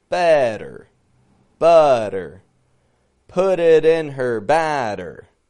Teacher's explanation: Strong, weak. And the flap T's are helping us control that transition from the strong syllable to the weak one · Notice that nice long tongue twister is full of the letter T. However, those T's aren't coming out like regular T's, right? They're coming out like flap T's.